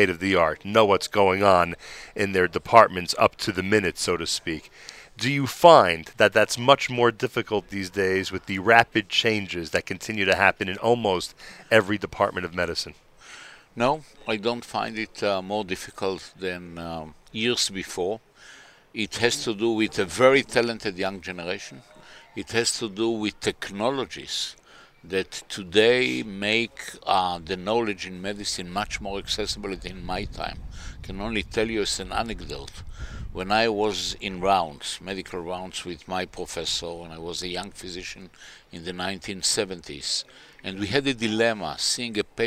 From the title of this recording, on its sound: Live from The Inbal in Jerusalem